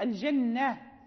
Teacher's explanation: حين في الوصل ننطق بالتاء، إذا وقفنا تبدل هاء